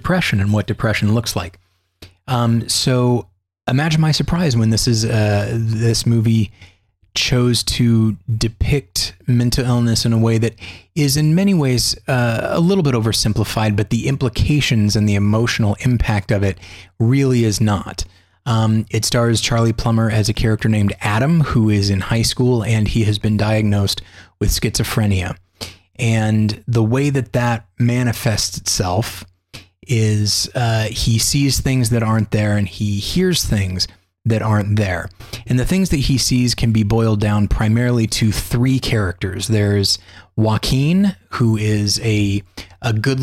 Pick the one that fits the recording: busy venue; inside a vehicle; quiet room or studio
quiet room or studio